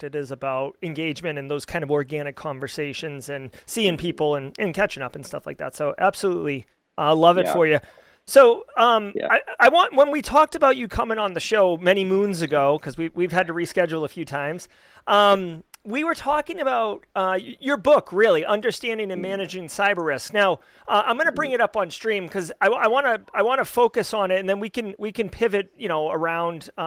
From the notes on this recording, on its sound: LIVE FROM RSA.